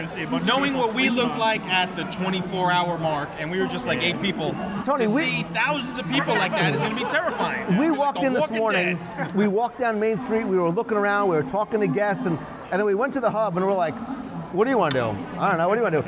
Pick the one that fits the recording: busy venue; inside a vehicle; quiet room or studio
busy venue